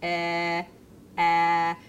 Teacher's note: what's characteristic is that I don't move my vocal musculature as I'm producing those, no matter how long I keep them